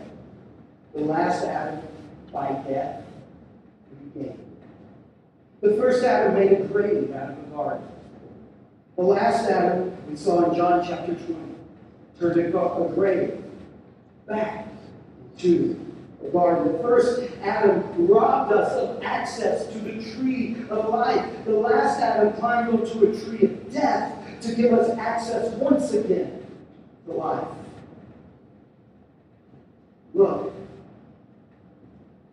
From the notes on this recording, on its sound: We're sorry for the poor sound quality.